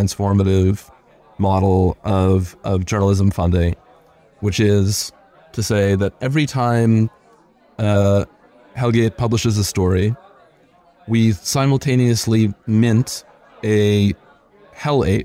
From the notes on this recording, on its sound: Of course we hosted an extremely real and cool birthday party which we obviously recorded for our weekly podcast.